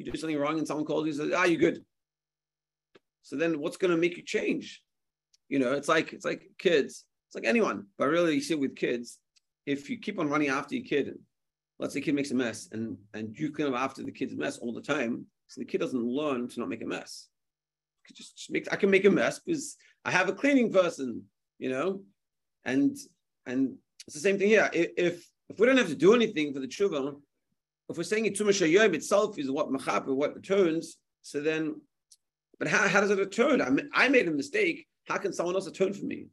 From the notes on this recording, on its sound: Zoom Shiur.